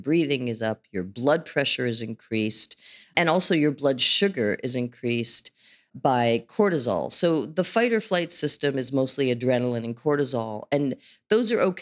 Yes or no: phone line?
no